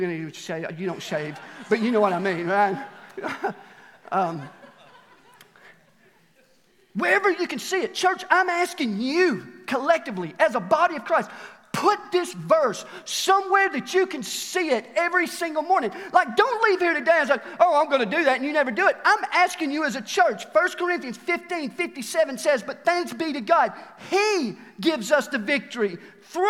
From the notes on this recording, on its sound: Recorded live at The Fellowship at Mt Juliet on July 18, 2021.